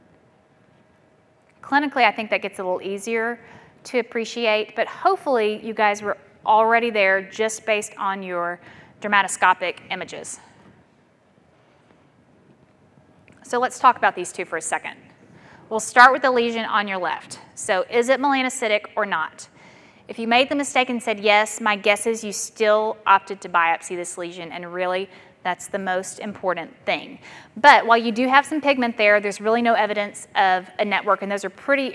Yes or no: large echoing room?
yes